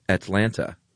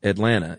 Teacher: Many times T's become D's, and sometimes they become N's. · Shown in: second take · Like, no one from Atlanta says Atlanta. · Term: soften our T's